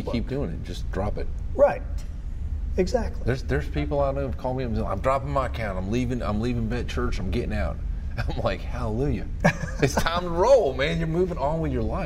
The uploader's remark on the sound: Recorded at VetXPO 2018 Gallant Few in Ft Worth Texas.